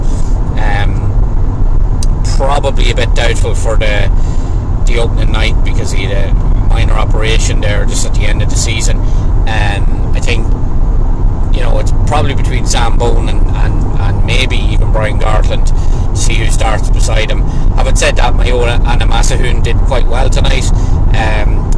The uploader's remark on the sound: Recorded on the road home from Cork.